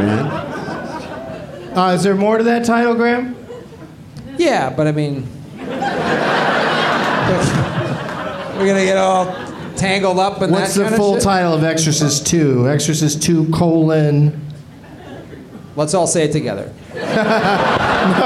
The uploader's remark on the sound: Live from Cobb's Comedy Club in San Francisco